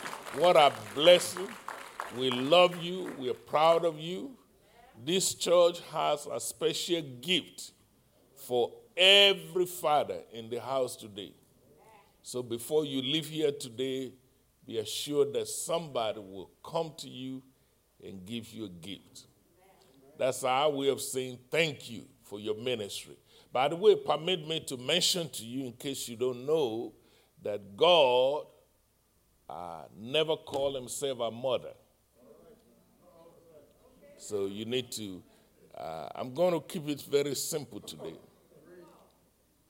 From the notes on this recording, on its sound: live-recording 6/20/2021 7:30:01 AM